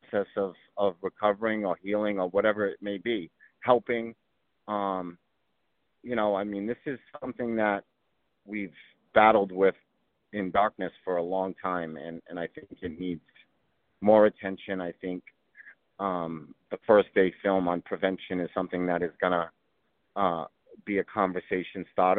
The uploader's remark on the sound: Quick 15 minute phone call. Calls in while driving into NYC (the audio is a little choppy).